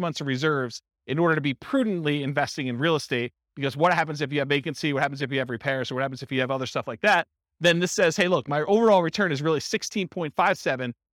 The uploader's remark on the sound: This was a live class recorded for buy and hold real estate investors.